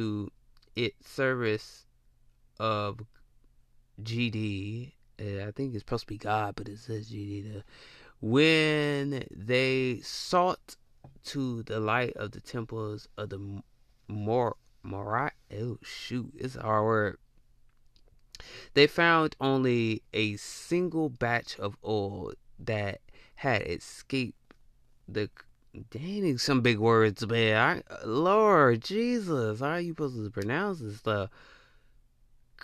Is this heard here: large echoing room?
no